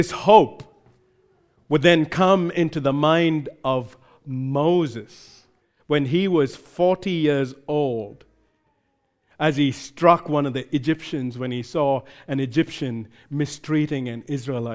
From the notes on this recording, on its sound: recorded live at Grace Community Bible Church